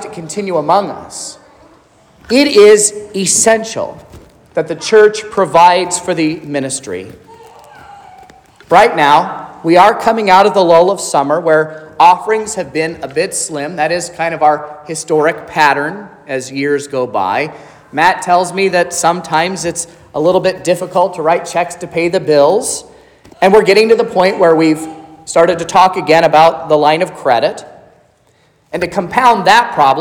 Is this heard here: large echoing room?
yes